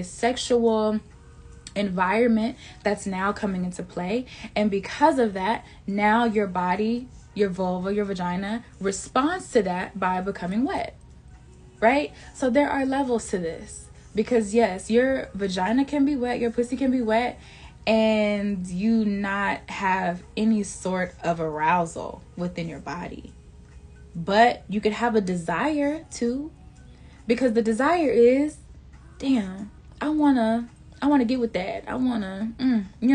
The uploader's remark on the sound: (I do not own the rights to any music heard in the background of this live recording.)